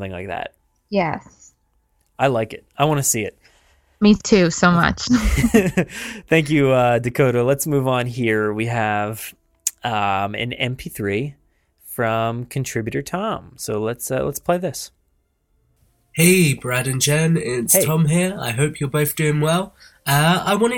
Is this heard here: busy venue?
no